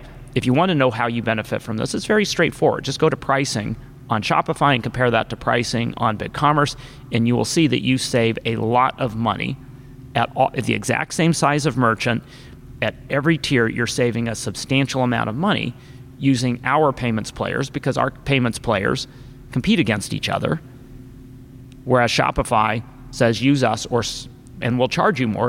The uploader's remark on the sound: Live from ShopTalk